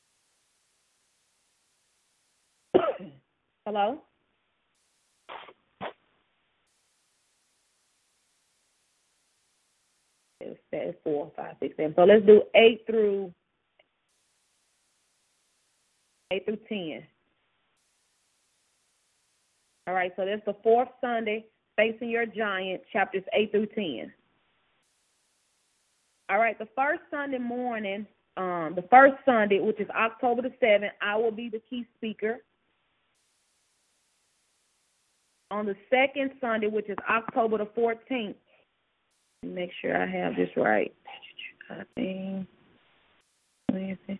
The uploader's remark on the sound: Conference Call